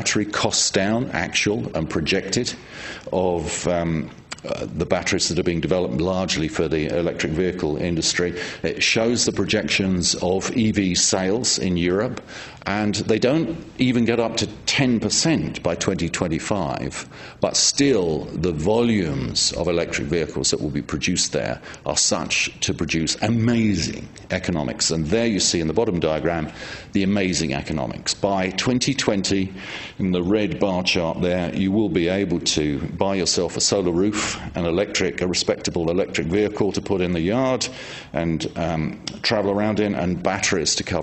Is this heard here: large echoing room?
yes